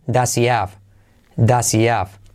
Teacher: En vez de does he, se dice does he. Y luego have, la H también se puede omitir. Por lo, tanto, does he have se convierte en does he have.